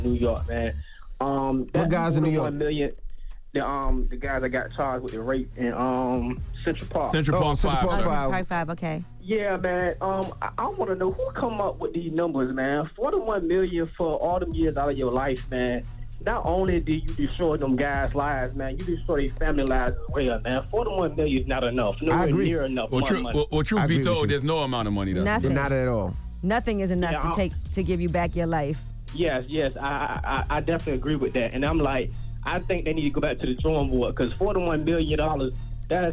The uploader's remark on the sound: Today on the show we opened up the phone lines to see if our listeners believe that going to college is necessary.